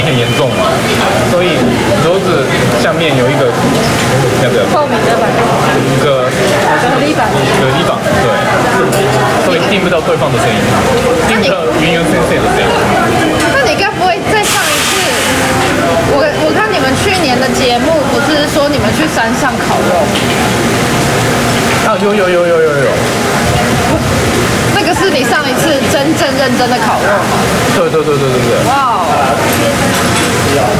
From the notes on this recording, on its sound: 屋外録音 中秋節！台湾の焼肉屋さんで録音してみた！ 中秋節我們到台式火烤兩吃店錄音. 就是讓大家感受一下台灣中秋節的烤肉氣氛. I tried recording at a BBQ restaurant in Taiwan.